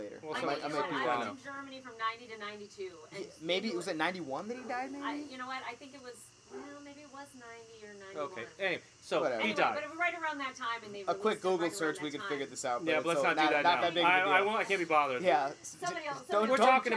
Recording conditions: outdoors